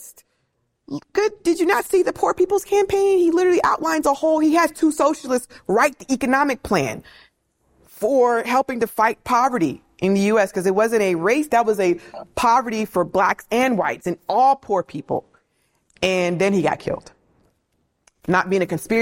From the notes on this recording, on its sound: This lecture was hosted by Akron University in Ohio.